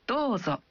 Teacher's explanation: Anda mengucapkan vokal O dalam Do. Satu ketuk lebih panjang.